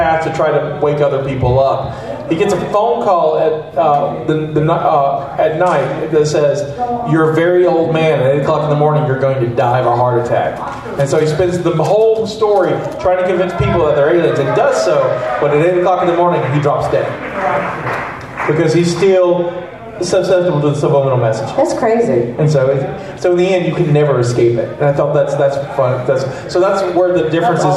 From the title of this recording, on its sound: Live from Pensacon 2020